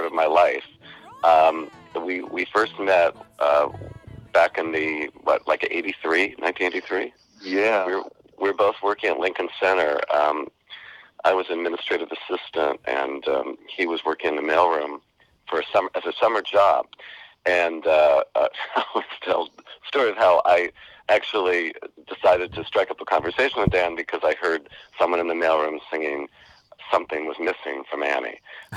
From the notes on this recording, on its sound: Phone interview.